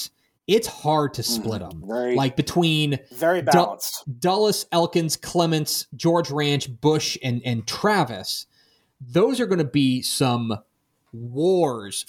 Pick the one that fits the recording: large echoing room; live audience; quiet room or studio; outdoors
quiet room or studio